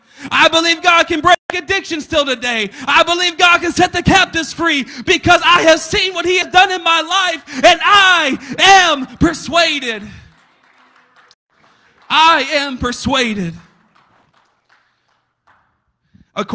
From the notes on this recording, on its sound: a service recording from Connect Point UPC